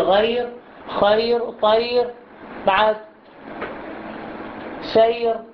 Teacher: لأن الياء تكون أقوى من الفتحة والضمة، هذه الياء تكون أقوى من الفتحة، فهذه الياء تكون سبب في ترقيق الراء